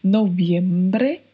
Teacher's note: a importância de observar o V, que tem leve som de B